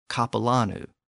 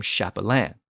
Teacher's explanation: In later French, the initial consonant shifted from a K sound to a CH sound, and in French the word became chapelain.